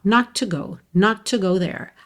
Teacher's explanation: E você já reparou também que esse not to, quando eu estou falando numa frase, isso se junta, esses dois T's viram um T só